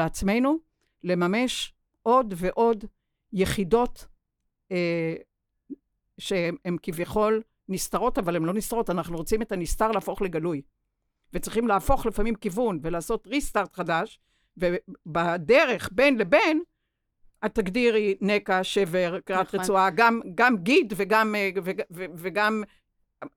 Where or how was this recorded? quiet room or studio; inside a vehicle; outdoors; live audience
quiet room or studio